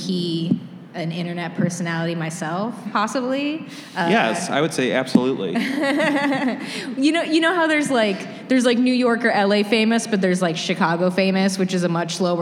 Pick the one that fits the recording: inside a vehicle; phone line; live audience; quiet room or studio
live audience